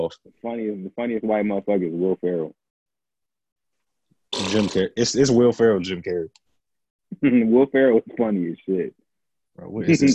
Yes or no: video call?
yes